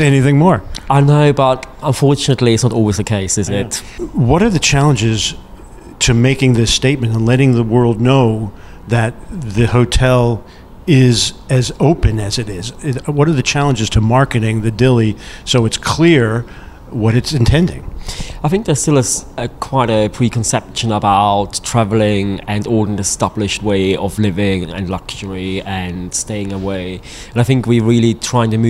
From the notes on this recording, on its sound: at the recent PROUD Experiences conference